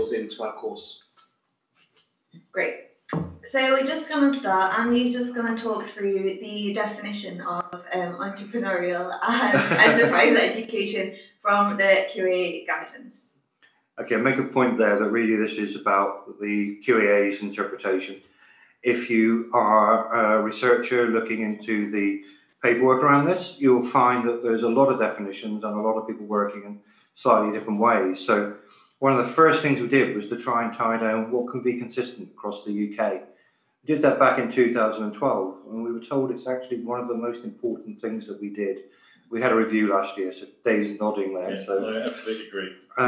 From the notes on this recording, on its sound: Our first ever podcast (before we got some better microphones!